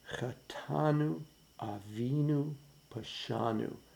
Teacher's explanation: tiny little bit of emphasis on the next to last syllable of each word